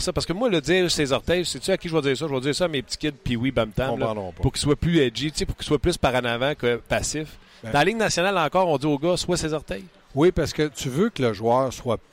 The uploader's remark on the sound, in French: En direct de l'entraînement du CH à Brossard. Au bout du fil.